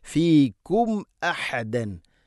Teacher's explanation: സാകിന മീമിന് ശേഷം ഹംസ വന്നാൽ ഇദ്ഹാറാണ്, വെളിവാക്കി ഉച്ചരിക്കണം. · Term: ഇദ്ഹാർ